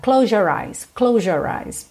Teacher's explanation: quando você junta, close your, às vezes esse S fica quase um J